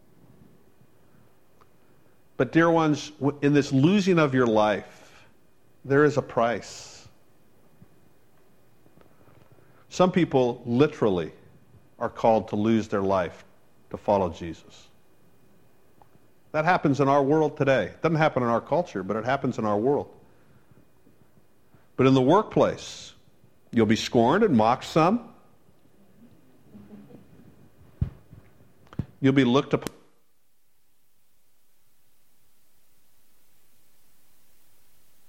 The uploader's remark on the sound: Originally preached on June 14 2015 at The Firehouse Church